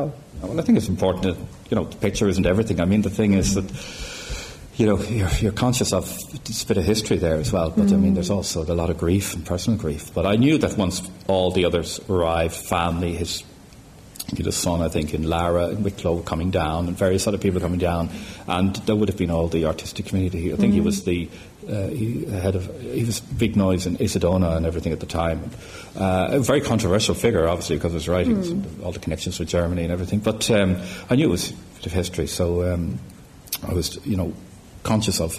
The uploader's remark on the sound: This episode was recorded with a live audience at the Gallery.